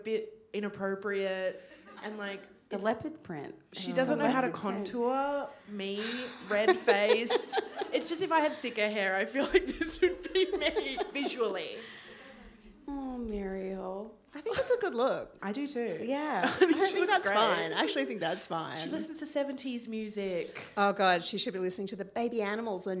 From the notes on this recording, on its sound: Live on stage at The Wheeler Centre, as part of their Spring Fling program!